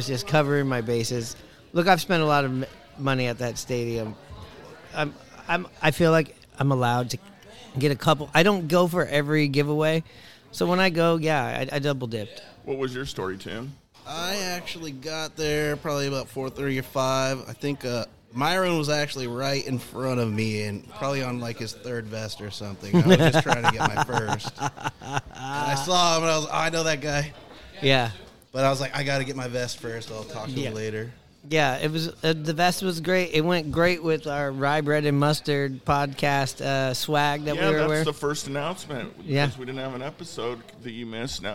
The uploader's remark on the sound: Live from the Boxcar Ale House! Record for the first time in person along with guests from the Boxcar Ale House in Seattle, WA.